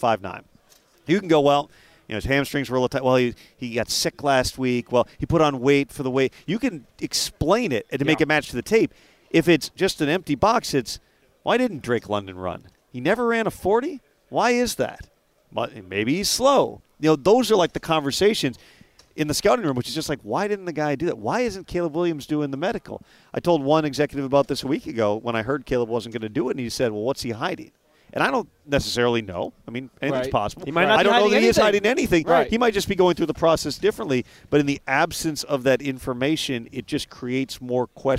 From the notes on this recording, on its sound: Live from the NFL Combine.